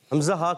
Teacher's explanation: हमजा हा कहाँ से अदा होते हैं? हमजा हा हलक के नीचे वाले हिस्से से